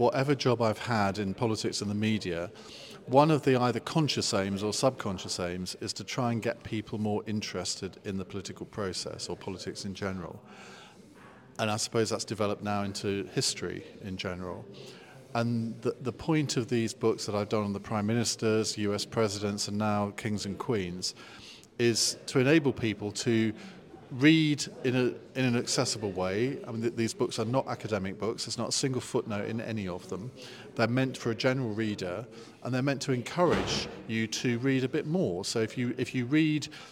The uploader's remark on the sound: Today we are at Gloucester History Festival